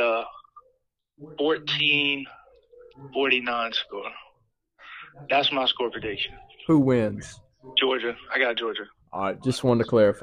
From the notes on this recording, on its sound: DAWG FOOTBALL WEEKLY goes to the phones. In this episode we hear from our loyal fans regarding the national championship and their takes on the game.